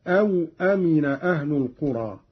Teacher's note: قوله تعالى: أوأمن أهل القرى أن يأتيهم بأسنا ضحى وهم يلعبون. قرأ قالون بإسكان الواو هكذا أو أمن أهل القرى على أن أو حرف عطف للتقسيم والمعنى أفأمنوا إحدى العقوبتين.